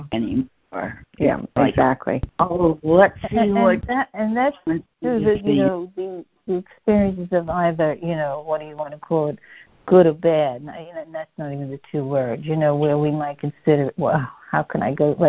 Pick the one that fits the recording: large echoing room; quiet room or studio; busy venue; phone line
phone line